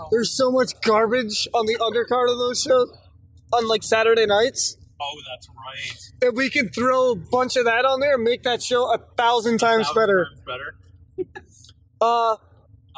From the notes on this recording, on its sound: Some audio issues as we were driving to a wrestling show.